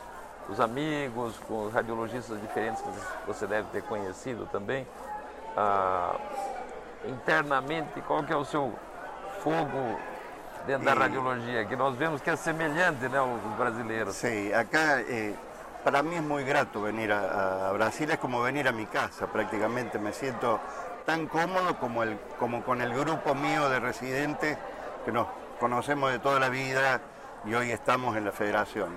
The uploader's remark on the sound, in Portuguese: No episódio de estreia do Gera Highlights, gravado durante a 49ª Jornada Paulista de Radiologia, realizada em maio de 2019, em São Paulo.